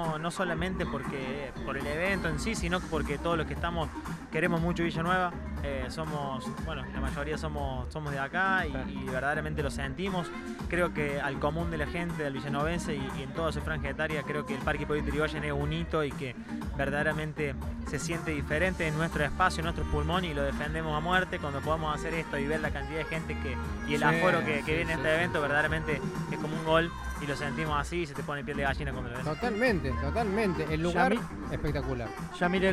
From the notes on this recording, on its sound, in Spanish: Extracto de la transmisión en vivo de la 2° Fiesta de la Cerveza Artesanal y Gastronómica de Villa Nueva.